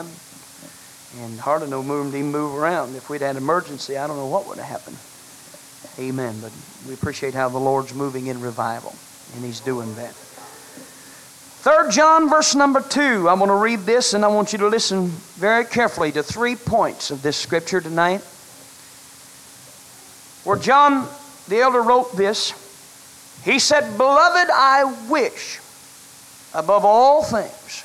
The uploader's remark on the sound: was delivered on September 28, 1982 at First Apostolic Church in North Vernon, Indiana